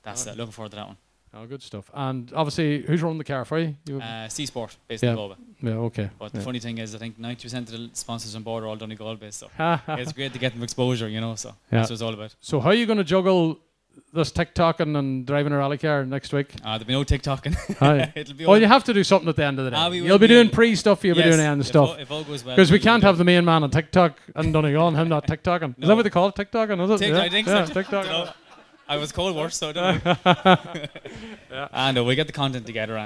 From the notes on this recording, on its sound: Live from St Eunan's GAA club, organised by Ronhill Rallying in aid of the Letterkenny Community Creche.